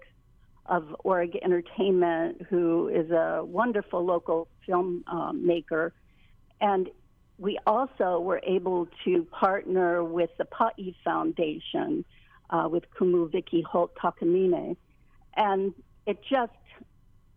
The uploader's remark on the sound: we hosted a call-in show